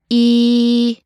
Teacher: E is the front, unrounded, and high vowel.